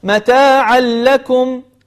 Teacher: تنوين بعد لام صار عندنا إدغام بغير غنة